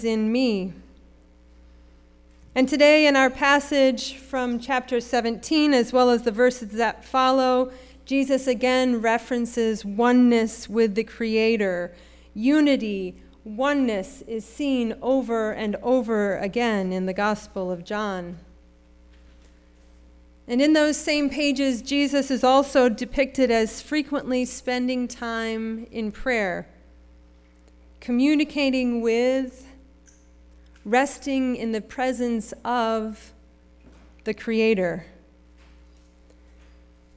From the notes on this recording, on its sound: Sermon preached at RCHP on May 21, 2023.